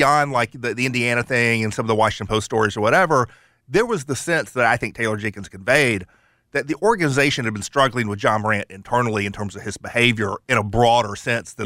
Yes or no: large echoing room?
no